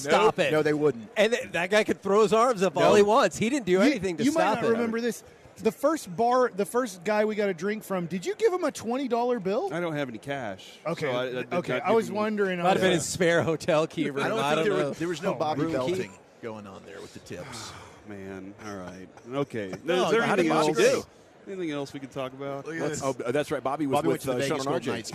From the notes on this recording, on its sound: 1pm hour of The K&C Masterpiece LIVE from Radio Row in Las Vegas!